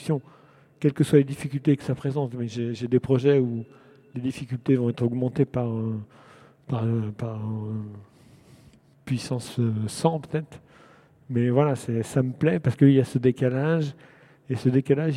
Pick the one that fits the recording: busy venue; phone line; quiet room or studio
busy venue